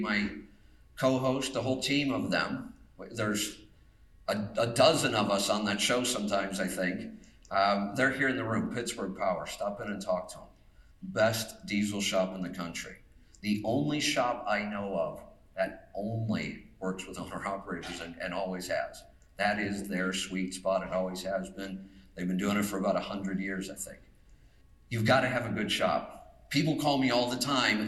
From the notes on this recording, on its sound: told it several weeks back now to attendees of the National Association of Small Trucking Companies’ annual conference here in Nashville